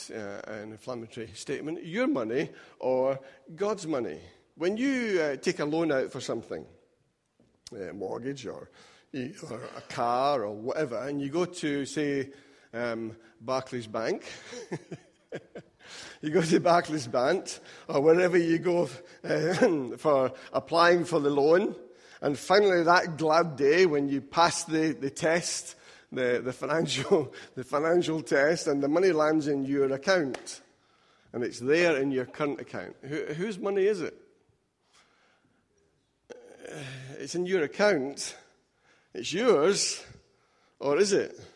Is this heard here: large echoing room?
yes